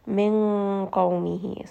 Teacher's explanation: So we have noon sakin followed by one of the ikhfa letters. So this is going to have that noon sakin, and it's going to be hidden within the qaf. And because qaf is one of the heavy letters, then that ikhfa is going to be heavy as well.